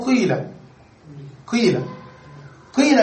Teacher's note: ويجوز وجه ثالث بينهما وهو لا يظهر إلا في النطق، أن تنطقها ياء، تنطقها ياء ولكن تضم الشفتين معها فتشم الياء شيئا من الضمة فتقول قيلة قيلة قيلة بالكسر مع ضم الشفتين فتشم شيئا من الضمة مع الكسر، فهذا يسمى إشماما.